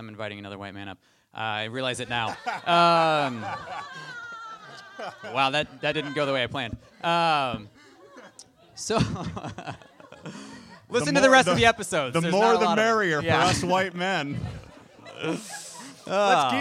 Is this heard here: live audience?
yes